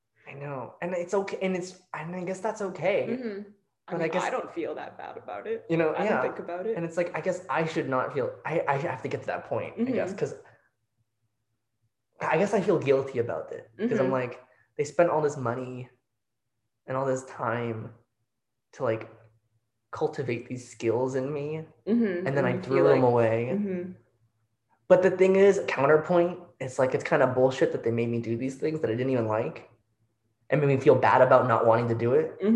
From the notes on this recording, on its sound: Don't worry, we've invested exactly zero dollars into improving our mic setup (as you will soon hear!). No notification dings this time!